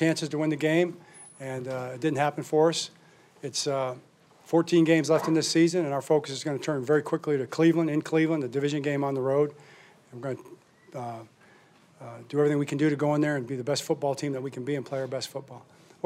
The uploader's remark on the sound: Colts-Ravens Week 3 Postgame Press Conference.